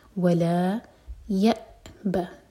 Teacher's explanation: ولا، لا مد طبعی، نفی کا لا ہے، دو حرکہ لمبا. ولا یأبا، حمزہ پر کٹ آف ساؤنڈ لیکن قلقلہ نہ ہو